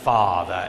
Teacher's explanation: Ilyen mondjuk az angolban az a szó, hogy father, apa, father, ugye az van benne, hallják, ugye nem father, és nem is father, hanem father, szépen rendesen hátul